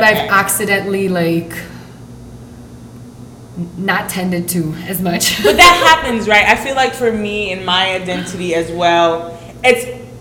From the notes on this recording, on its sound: Recording live from la IUPI